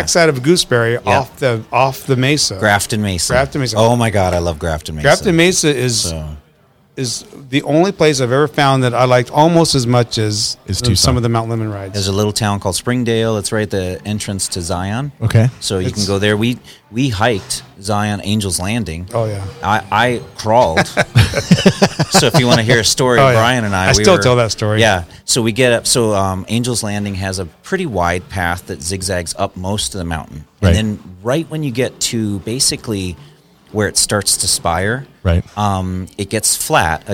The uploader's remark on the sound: Recorded onsite at the brewery